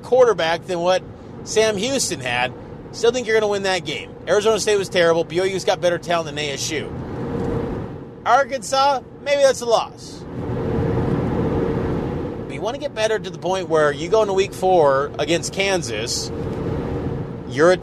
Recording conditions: inside a vehicle